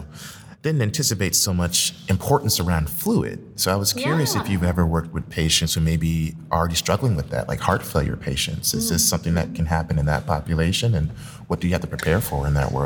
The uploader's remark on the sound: Interviews LIVE at the 2022 Annual Meeting.